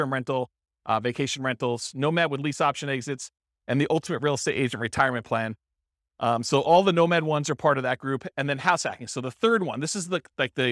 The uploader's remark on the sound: This was a live class recorded